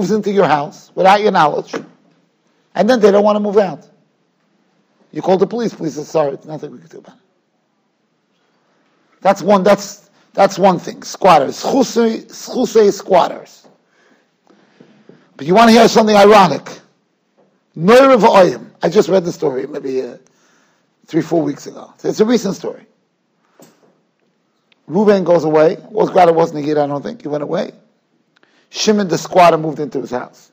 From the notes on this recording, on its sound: Shiur recorded in Yeshivas Ohr Reuven, Monsey, NY.